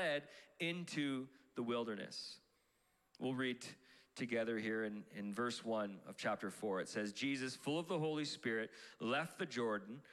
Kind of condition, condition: setting, large echoing room